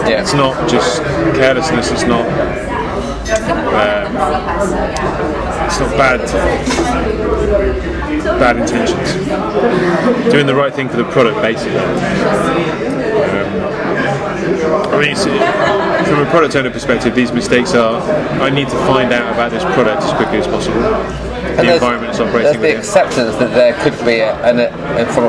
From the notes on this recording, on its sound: Fountains Abbey, Paddington, UK. The boys enjoy a pint in a pub with a historical connection to Sir Alexander Fleming.